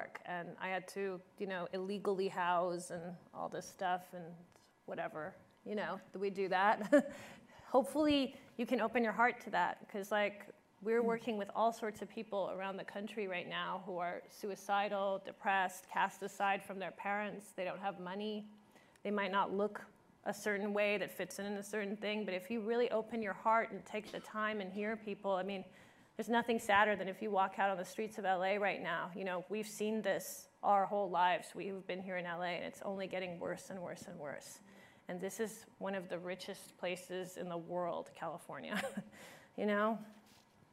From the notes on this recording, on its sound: At Zócalo Public Square. Live from ASU California Center at the historic Herald Examiner Building.